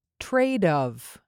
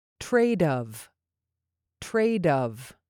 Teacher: Say the F in of more like a V. Also, these words are linked, so you can squish them together.